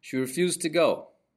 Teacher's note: we drop the letter D at the end of refused, so that it sounds like the infinitive form, refuse, linked to the particle to.